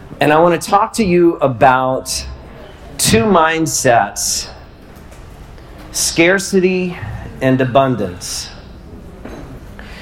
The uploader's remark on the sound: Live at The Guild. I wanted to share this live talk with you.